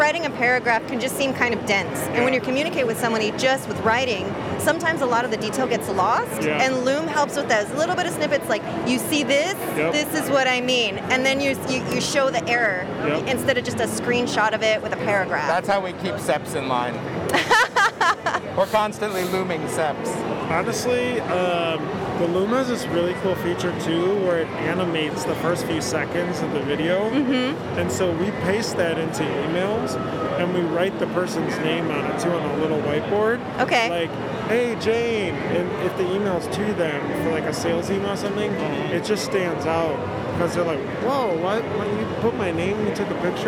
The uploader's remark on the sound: Live from ISS 2022 In Long Beach